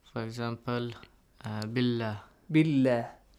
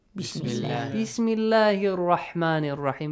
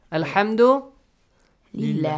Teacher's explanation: the letter before the word Allah or Allahumma has the kasra, okay, beneath the letter, so in this case, light. A light sound.